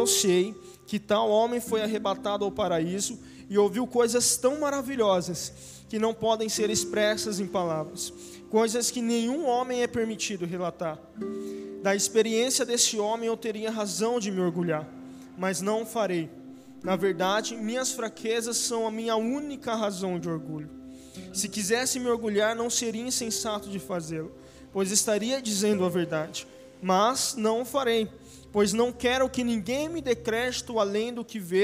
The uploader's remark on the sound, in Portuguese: Áudio do culto de Domingo do dia 03/04/2022.